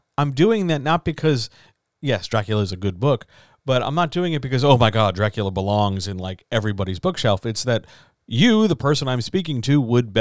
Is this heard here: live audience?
no